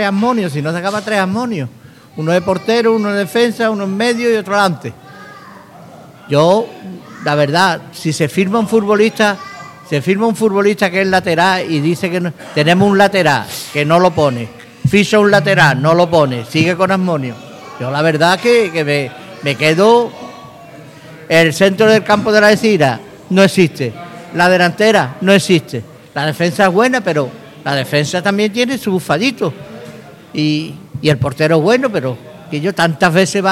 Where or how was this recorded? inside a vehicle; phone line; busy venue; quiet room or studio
busy venue